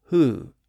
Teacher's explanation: Since the pronunciation was hwo or hu with the consonant sound of H on one side and the rounded vowel sound on the other side, the W sound in the middle disappeared. And that left the H sound at the front